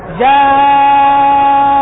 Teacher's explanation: هو مندفع من الجوف، هو يخرج باندفاع الهواء من الرئتين